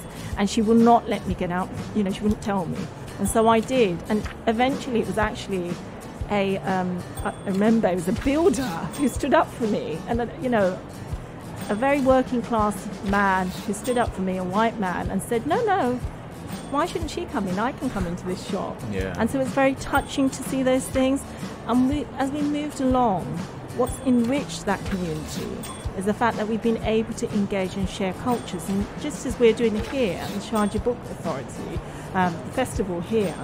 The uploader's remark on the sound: Pulse 95 Live from Sharjah Book Fair. During the live broadcast from the Sharjah International Book Fair.